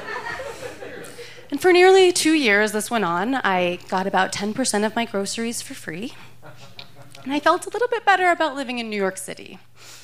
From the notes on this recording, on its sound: recorded live at Buntport Theater on 20 May 2015